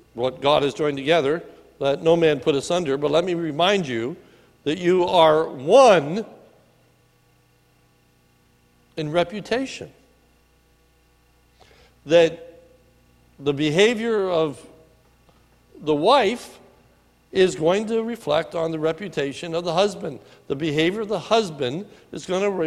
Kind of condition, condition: setting, large echoing room